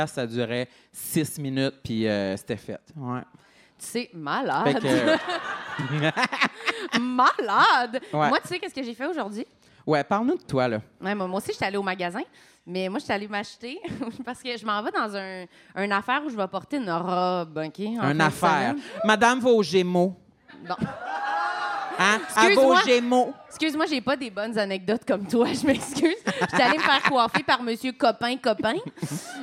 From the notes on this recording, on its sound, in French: cet épisode LIVE au Lion d'Or de Montréal!